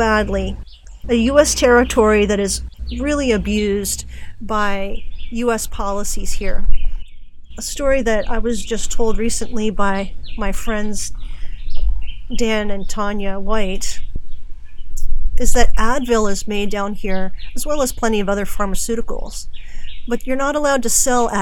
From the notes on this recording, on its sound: More from the island today (recorded from a cabin in the rainforest of Naguabo, Puerto Rico).